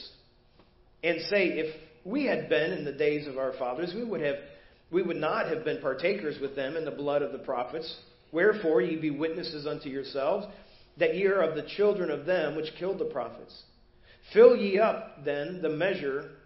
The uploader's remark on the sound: Preached at First Baptist Church of Hazel Park